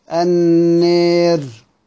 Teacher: وسيدنا أبو عمرو ودور الكسائي بيميلوها خالص النير · Term: الإمالة